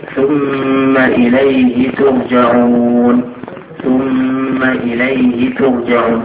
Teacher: ثم الميم مشددة الغنة التي فيها لازم يظهر